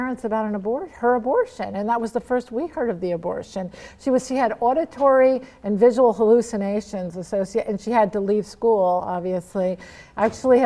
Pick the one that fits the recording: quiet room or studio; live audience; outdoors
live audience